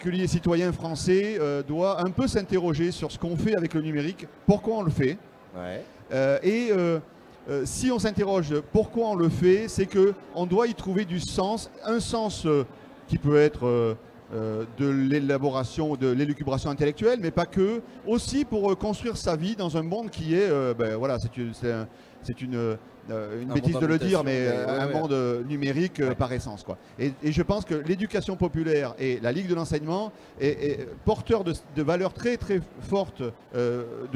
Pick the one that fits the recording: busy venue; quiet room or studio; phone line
busy venue